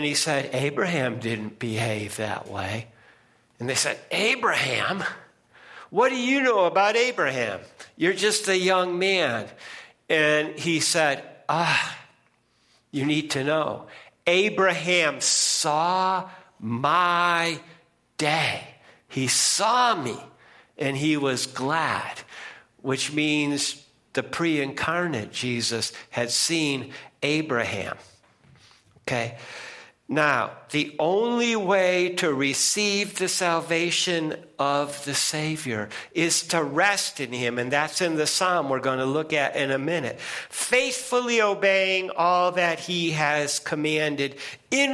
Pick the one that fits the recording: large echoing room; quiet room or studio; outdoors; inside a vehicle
large echoing room